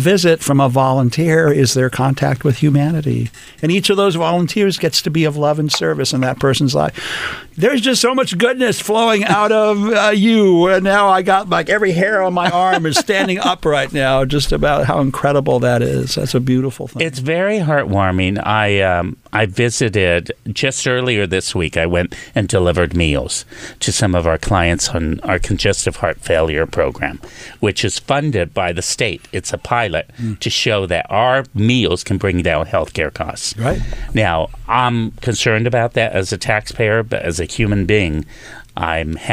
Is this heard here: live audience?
no